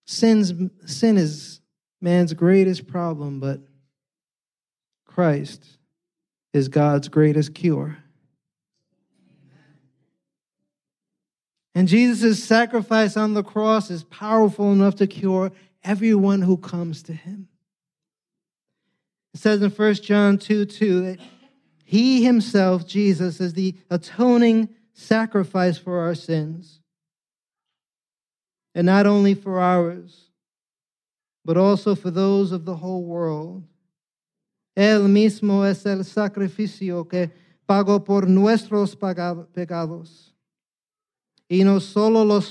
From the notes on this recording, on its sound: preached this Good Friday sermon on Friday, April 7th, 2023, at Catalyst Church San Diego.